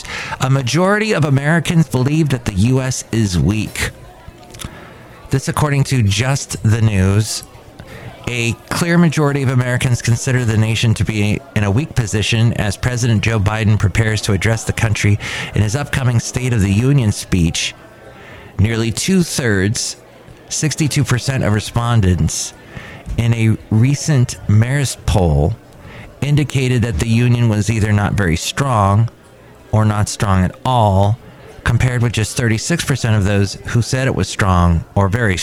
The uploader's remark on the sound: podcasts live from Cafe Anyway